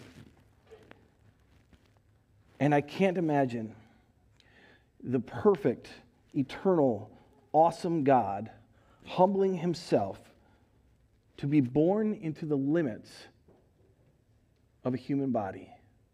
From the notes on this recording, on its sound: Recorded live at Word of Life Church in Le Sueur, Minnesota on January 9th, 2022